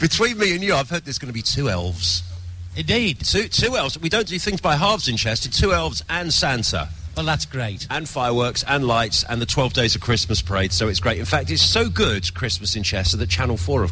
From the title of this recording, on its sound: live at the Chester xmas lights